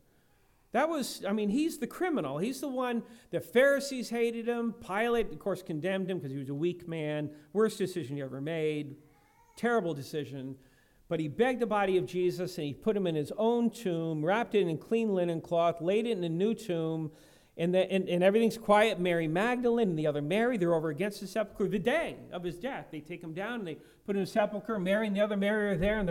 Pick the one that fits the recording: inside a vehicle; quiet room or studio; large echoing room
large echoing room